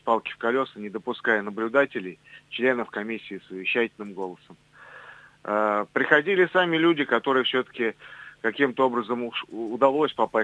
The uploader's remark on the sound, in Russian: Гости по телефону